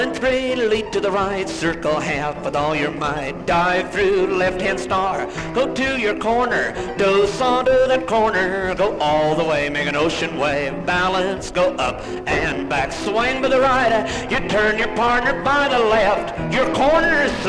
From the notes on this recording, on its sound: A first for this podcast series, here is track two of an actual dance. A live orchestra. Recorded in Los Angeles, California.